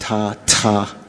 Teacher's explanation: The TH doesn't, in Thera, doesn't symbolize two consonants. It's one consonant, an aspirated T.